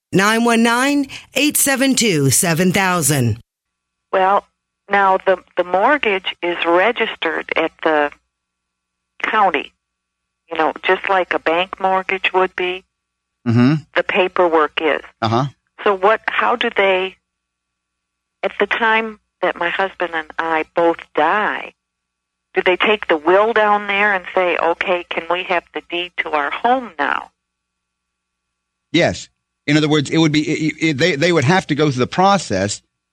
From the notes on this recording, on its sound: Financial planning call-in show answering your personal financial planning questions.